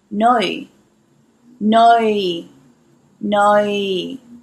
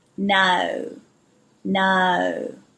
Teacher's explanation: the difference between an Adelaide no and a Sydney no is Sydney's a little bit wider. They go out, then in.